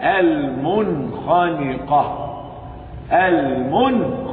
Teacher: إظهار حلقي لوقوع الخاء بعد النون الساكنة